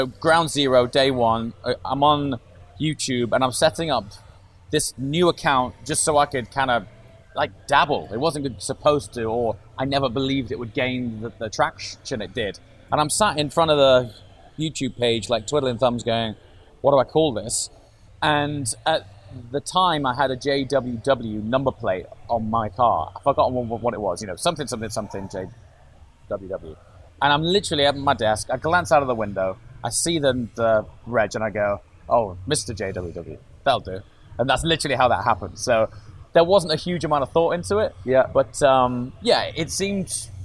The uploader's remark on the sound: In this special episode, recorded in Miami and direct from the Gumball Rally.